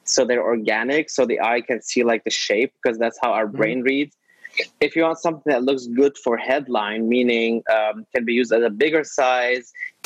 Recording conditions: video call